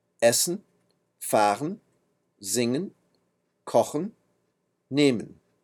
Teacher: Das en am Ende des Infinitivs, der Wir-Form und der Sie-Form von Verben klingt auch wie hm.